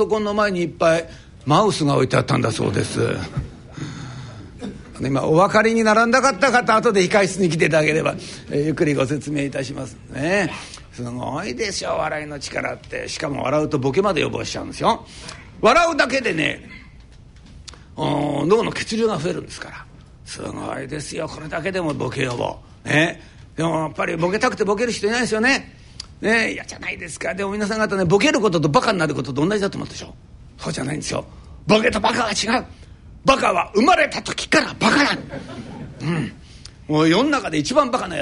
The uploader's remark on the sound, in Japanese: ラジオＮＩＫＫＥＩの新社屋がある虎ノ門琴平タワーにて開催された、ラジオＮＩＫＫＥＩ開局６０周年記念「マーケット・健康寄席」の模様をお送りします。この配信では、同公開録音の前半部分をお聞きいただきます。